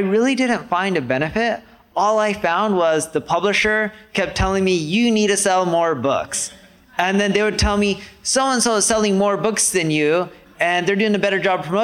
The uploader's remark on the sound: Q & A from our Marketing School Live event